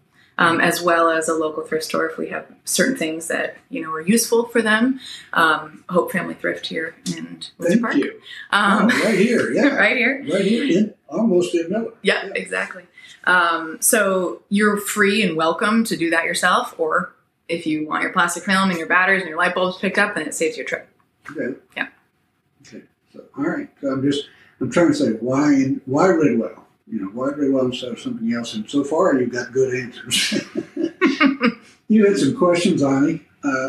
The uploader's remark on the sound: The sound may be a little wonky as we lost one of our mics but the message is still great.